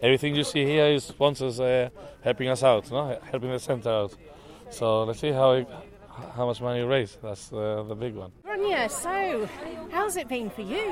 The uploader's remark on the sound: The challenge sees competitors climb the Med Steps in the Upper Rock Nature Reserve five times either in teams of five as a relay or individually. Last year I had a go and took my microphone along with me, in this podcast episode you can hear how I got on - it was very hard work!! The Med Steps 5 Challenge is organised by the Gibraltar Prison Service. Mixed with Gibraltar atmospheric sounds.